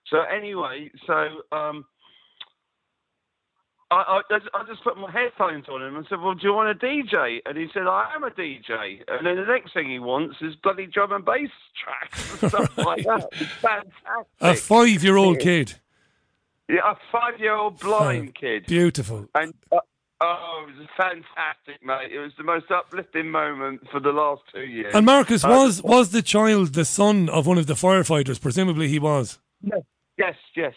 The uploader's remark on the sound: It's the Global Phone-In